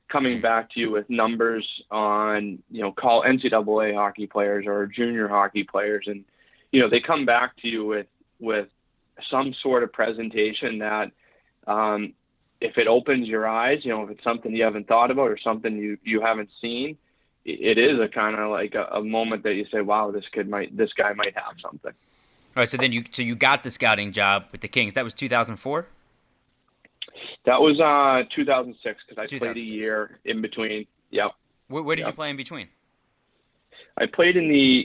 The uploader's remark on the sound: gets on the phone